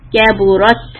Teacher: Kabu, kabura, ra is heavy, kaburat, and the ta sukun, you are going to make this force of air come out · Term: hem